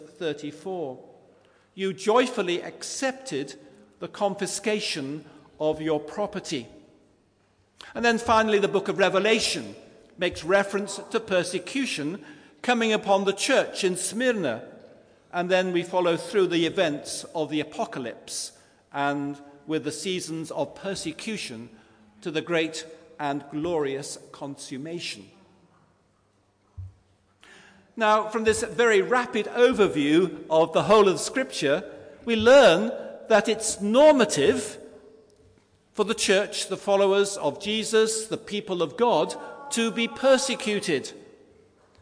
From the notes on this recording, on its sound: Christ Church, Bayston Hill (UK)